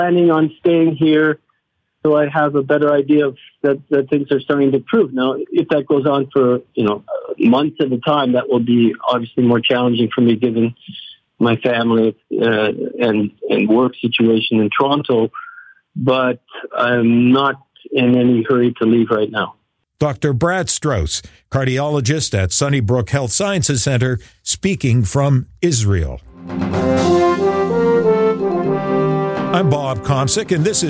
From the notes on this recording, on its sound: on the phone from Israel